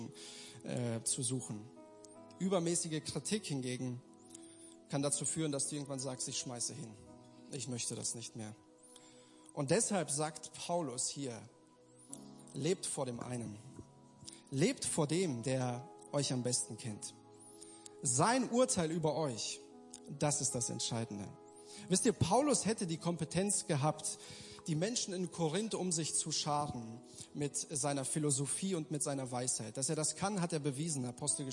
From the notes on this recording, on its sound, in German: Gottesdienst der Kirche für Bonn